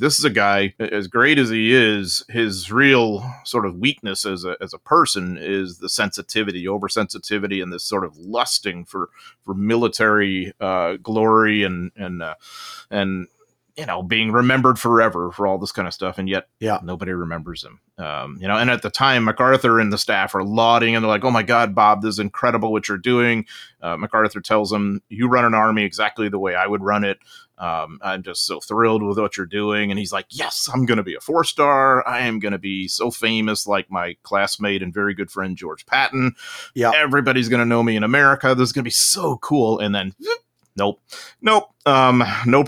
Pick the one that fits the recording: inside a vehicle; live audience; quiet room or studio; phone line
quiet room or studio